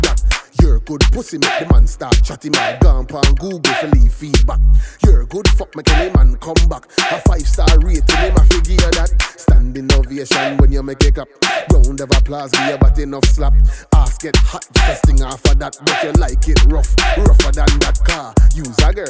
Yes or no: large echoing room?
no